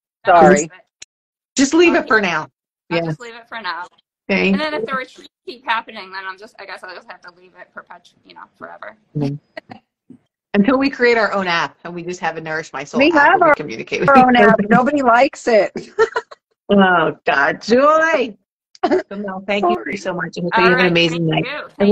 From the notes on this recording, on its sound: testimonials from Instagram Live